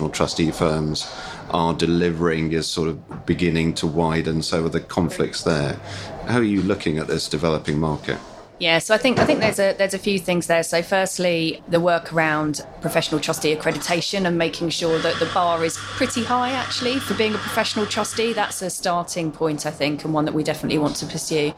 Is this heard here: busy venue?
yes